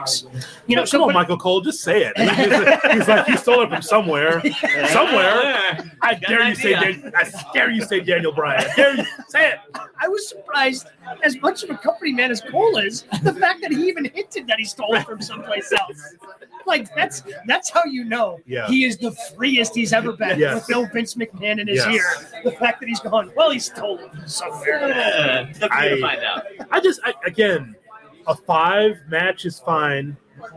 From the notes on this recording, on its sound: live from Starrcast in Chicago